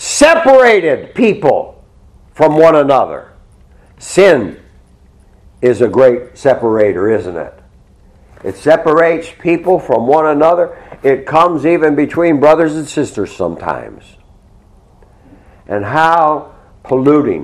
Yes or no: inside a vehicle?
no